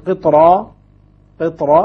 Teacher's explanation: أيضا مثل قطرة، قطرة تبقى الراء مفخمة ولا ترقق بسبب الطاء